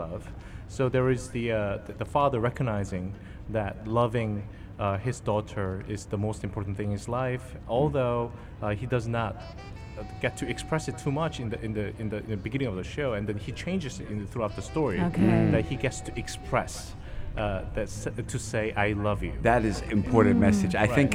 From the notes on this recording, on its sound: Out and about at "Al Majaz Waterfront" broadcasting Yalla Home Live and having guests throughout their show.